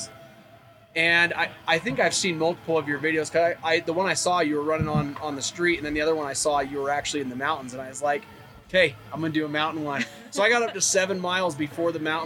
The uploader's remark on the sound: Mountain Archery Fest Live episode